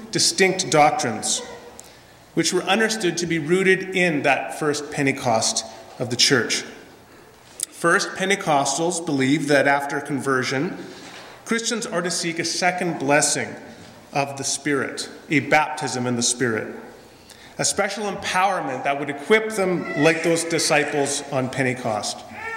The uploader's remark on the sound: This is a sermon I preached at Lendrum Mennonite Church in Edmonton, AB on Pentecost Sunday 2017.